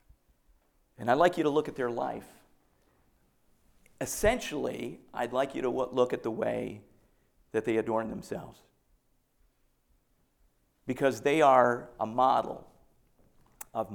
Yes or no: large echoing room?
yes